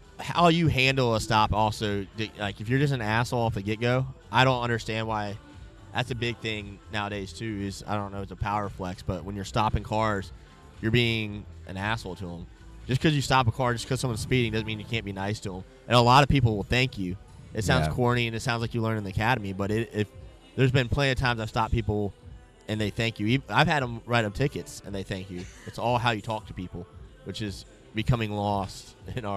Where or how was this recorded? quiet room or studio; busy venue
busy venue